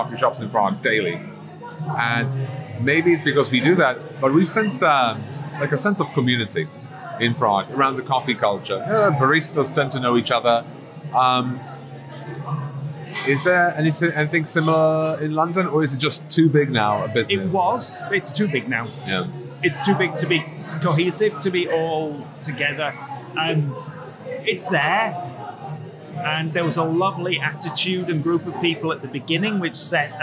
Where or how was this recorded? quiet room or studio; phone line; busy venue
busy venue